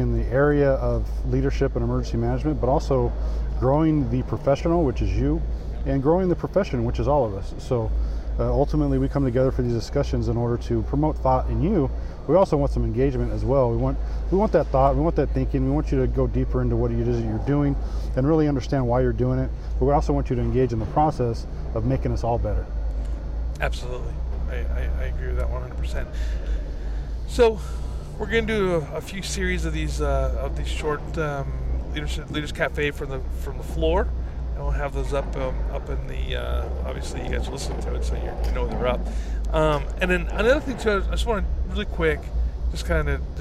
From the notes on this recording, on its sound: live on the floor of the IAEM Conference and EMEX 2022 in Savannah Georgia